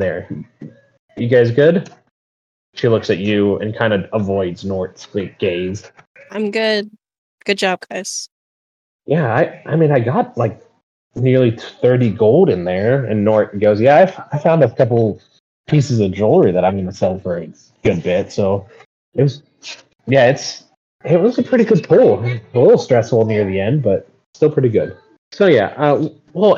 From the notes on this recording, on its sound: Audio is a little rough but otherwise a fun little start.